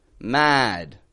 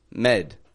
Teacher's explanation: People will often pronounce the a like an e. Instead of saying the word mad, for example, they may say something like med. · the difference is in just how much you drop your jaw down and how high your tongue is in the back of your mouth.